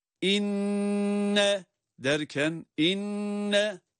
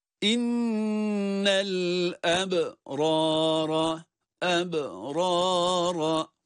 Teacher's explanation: İnne derken inne ne yaptık? Şeddeli nunu tutarak okuduk. İnnel ebrara, ebrara.